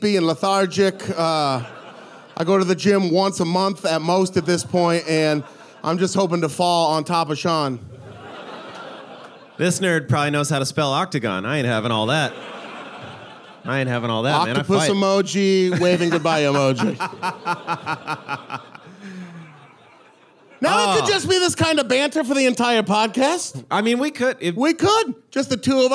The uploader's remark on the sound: This episode was recorded live at the Doug Fir in Portland, Oregon.